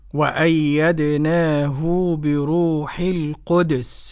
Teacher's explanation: قرأ الإمام ابن كثير رضي الله عنه وأرضاه بإسكان الدال بعد قلقلة